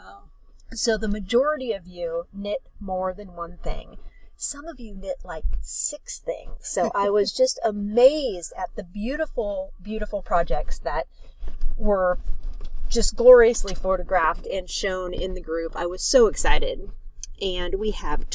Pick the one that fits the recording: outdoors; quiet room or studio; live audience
outdoors